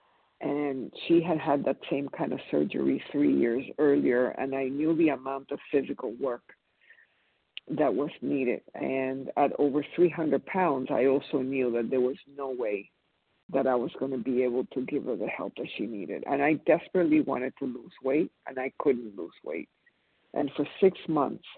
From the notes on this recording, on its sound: 100 Pounders Phone Meeting